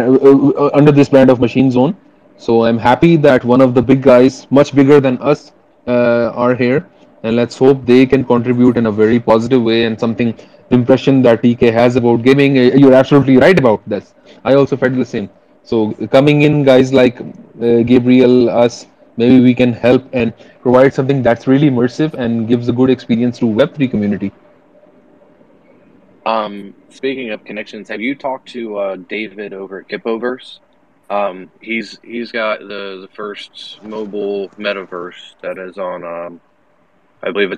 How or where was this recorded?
video call